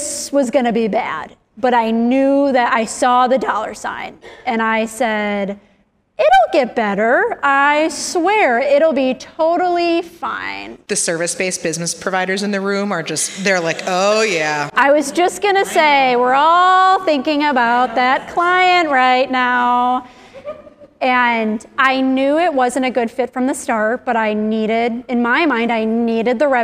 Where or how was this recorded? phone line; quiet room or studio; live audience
live audience